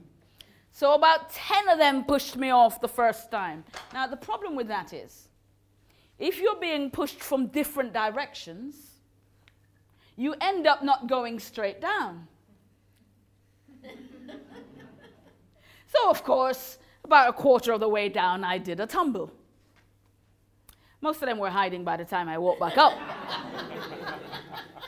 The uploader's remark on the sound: Recorded live at Moorlands Bible College.